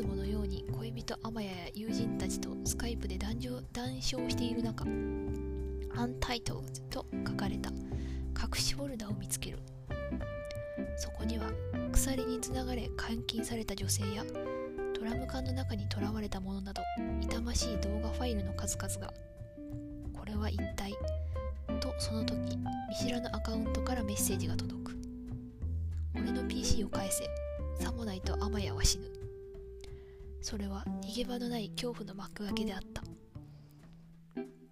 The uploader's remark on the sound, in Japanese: Anchorと仲良くなりきれないまま収録に臨んだ結果少し音声が小さくなっています。